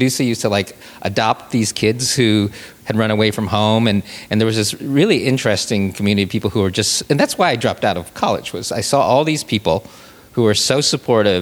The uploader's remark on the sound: Live from the Metro Smart Bar in Chicago where I worked in the 80s.